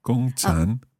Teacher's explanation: Gong first tone, chang third tone.